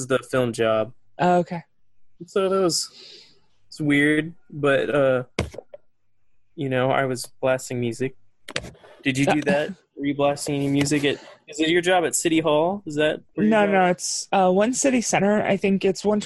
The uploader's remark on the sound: ZOOM CONFERENCE.